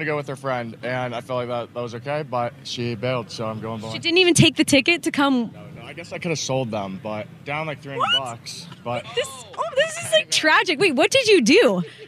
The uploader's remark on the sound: outside the show